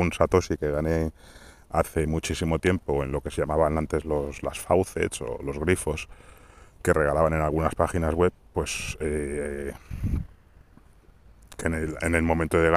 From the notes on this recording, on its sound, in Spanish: (Audio regulinchi). El audio tiene una calidad bastante pobre debido al viento.